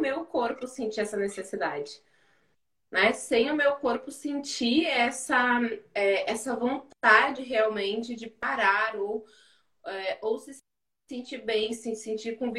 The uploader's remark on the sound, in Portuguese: Este episódio é uma gravação de uma live que rolou lá no instagram